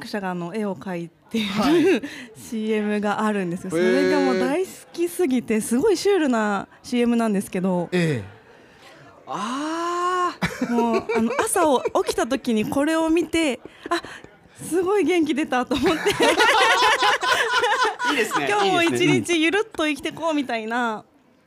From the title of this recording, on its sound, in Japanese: 公開収録